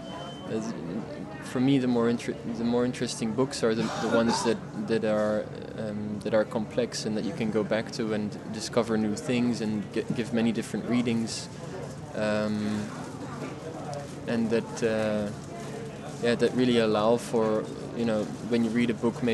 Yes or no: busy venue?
yes